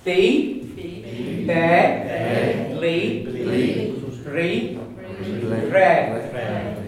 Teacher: So the slender bee, the lips are going to be more spread